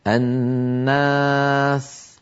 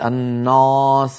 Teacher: الألف بعد النون مرققة لأن النون مرققة · Shown in: first take